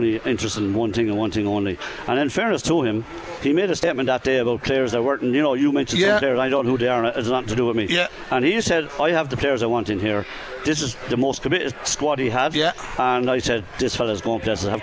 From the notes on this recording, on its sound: We were in UPMC Nowlan Park. Live in the stands.